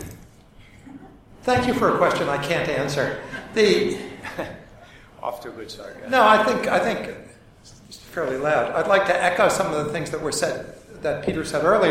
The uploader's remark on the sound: The Future of Digital Intelligence LIVE from the Lawyer Jurga.